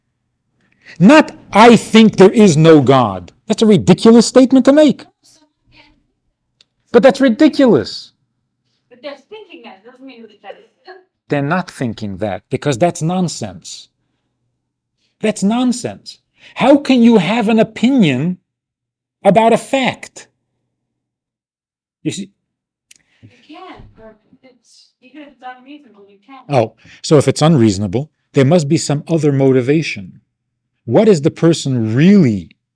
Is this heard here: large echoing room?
yes